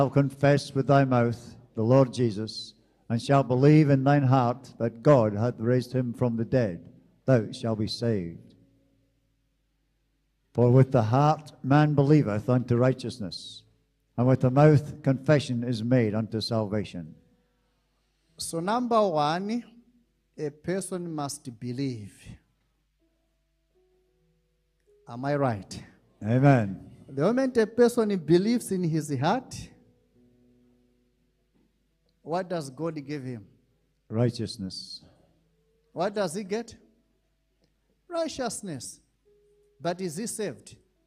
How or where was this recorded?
large echoing room